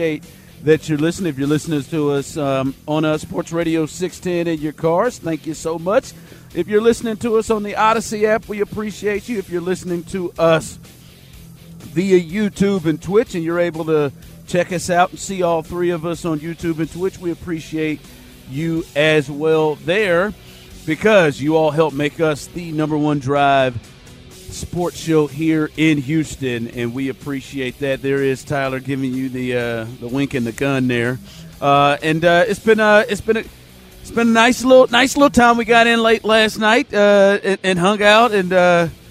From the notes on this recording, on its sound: THE DRIVE is LIVE on Super Bowl Radio Row in Vegas.